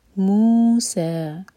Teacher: मीम पर है दम्मा साथ में वाव है तो मू भी दो हर का लंबा होता है। मध्य तो व्याई है और सा सीन पर फतहा साथ में अलिफ, तो जो या दिख रही है इसको नहीं पढ़ना, इसके ऊपर अलिफ है तो अलिफ सिर्फ पढ़ा जाएगा। · Term: मद तबई